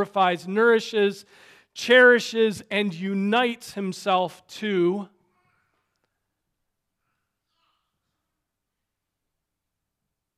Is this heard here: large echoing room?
yes